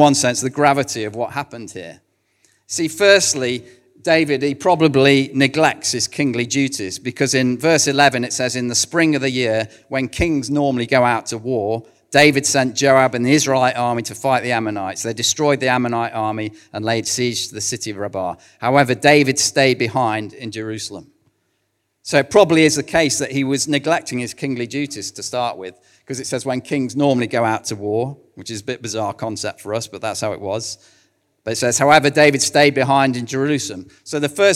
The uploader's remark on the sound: recorded at One Church Central